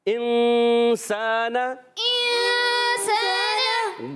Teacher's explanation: नून को छुपाते हैं, नाक में आवाज़ लेकर जाते हैं और फिर इस गुन्ने को अदा करते हैं। · Term: इख्फा का कायदा